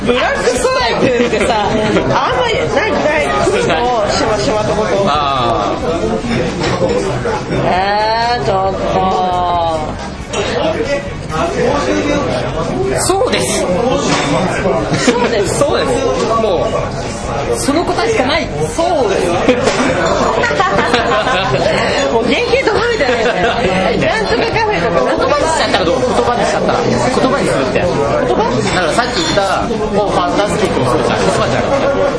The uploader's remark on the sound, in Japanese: 某立ち飲み屋で「いざかや～ん相談室」に代わる新コーナー「5 Minute」というタイトルが決まるまでの様子を収録しました。